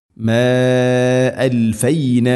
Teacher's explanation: മദ് മുൻഫസിൽ നാലോ അഞ്ചോ ഹർക്കത്തിൻ്റെ ഖദറിൽ നീട്ടാവുന്ന മദ്